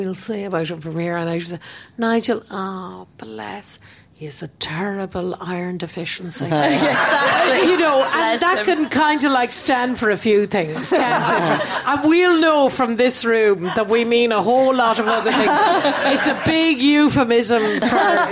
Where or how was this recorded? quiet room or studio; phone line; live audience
live audience